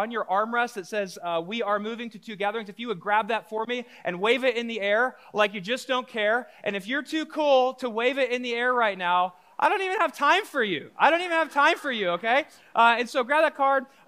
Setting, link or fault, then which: setting, large echoing room